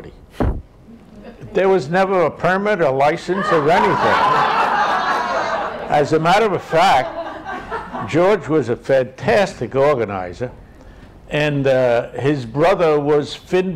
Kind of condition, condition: setting, live audience